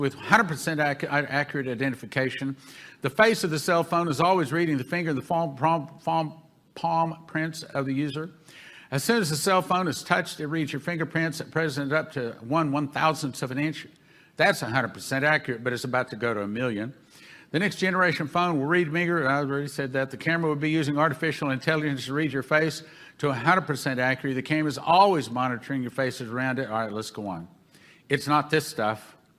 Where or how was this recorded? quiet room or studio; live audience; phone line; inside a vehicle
live audience